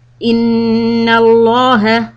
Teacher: noon mushaddada, stop for two harakat on the noon